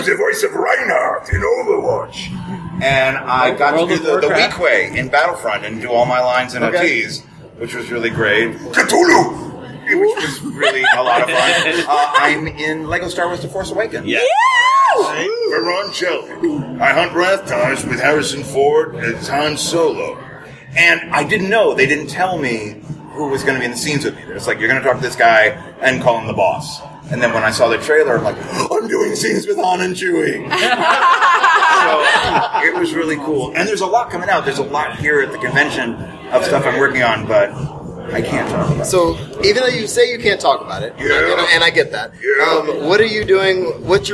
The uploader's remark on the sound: This special episode was recorded at Mission Brewing Company during San Diego Comic-Con! Was recorded in a loud environment with people talking over each other and picking frosty beverages up and down.